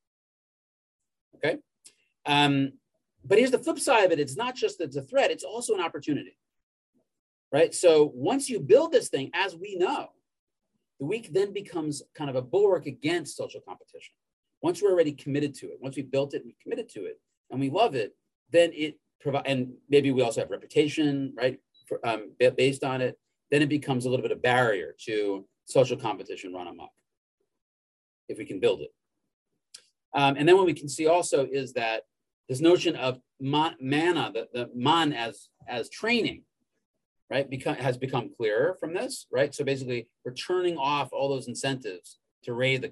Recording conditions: video call